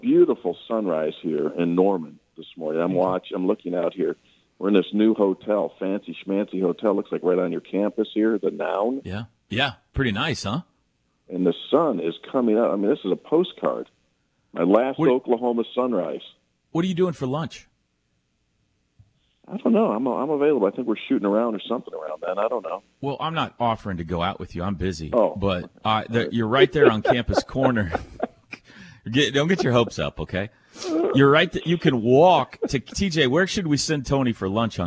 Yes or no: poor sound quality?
no